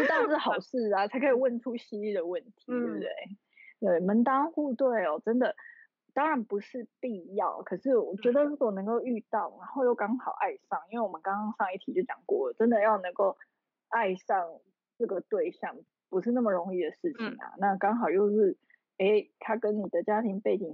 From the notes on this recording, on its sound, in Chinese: 這次是我第一次嘗試遠端視訊防疫採訪。爆雨導致網路不太穩定，讓我一直很在意錄音品質，一直無法完美同步，Lag變成有點搶話的狀況，桑心啊….